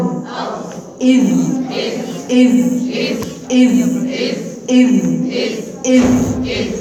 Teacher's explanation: ما فيهاش هوا لكن فيها صوت · Term: حروف الجهر